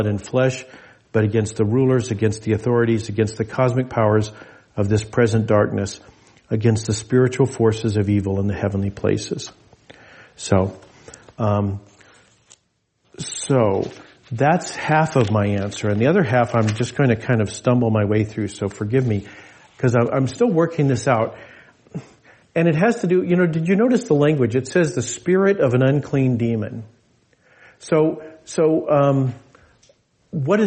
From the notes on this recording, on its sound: This message was delivered in gathered worship on Sunday, December 31, 2023 at Jewel Lake Parish in Anchorage, Alaska.